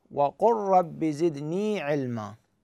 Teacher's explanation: فتشدد الراء وتحذف اللام · Term: إدغام صغير